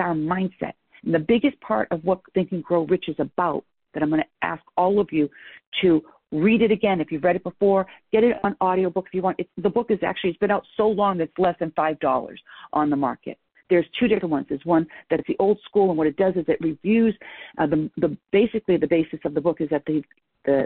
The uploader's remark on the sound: I am rebroadcasting a private team call